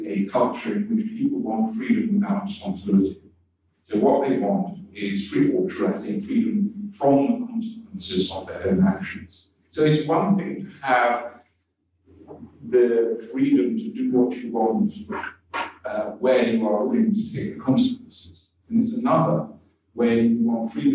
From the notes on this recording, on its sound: Original Youtube (low quality audio).